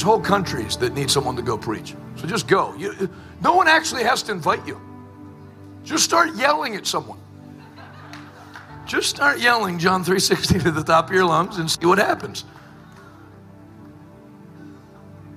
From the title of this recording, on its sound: LIVE from Extended Revival in Texas!